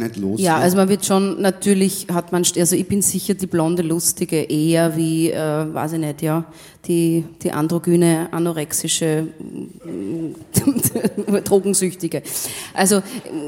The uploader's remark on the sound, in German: Auf dem roten Stuhl LIVE SHOW